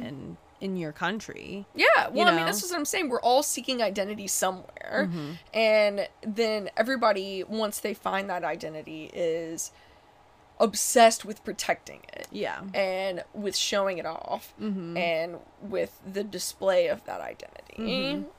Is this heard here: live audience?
no